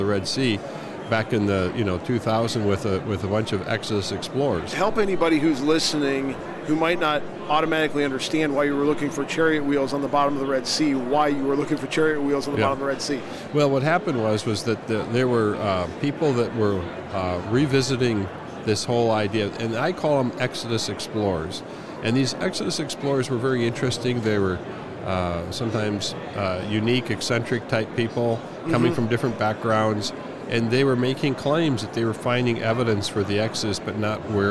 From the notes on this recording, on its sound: LIVE from NRB 2022!